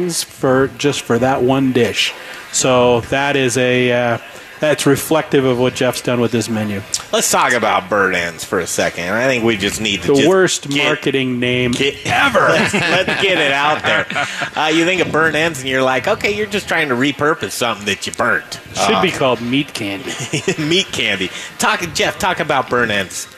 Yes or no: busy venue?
yes